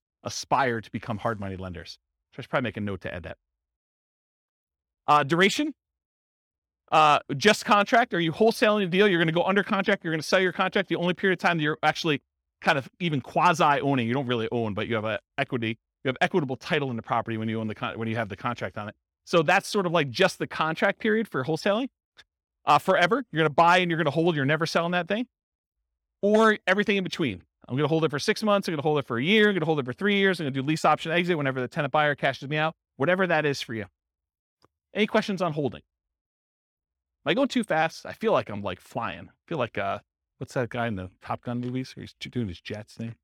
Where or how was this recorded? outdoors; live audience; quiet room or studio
live audience